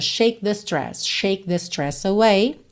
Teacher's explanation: no shake você nem ouve o K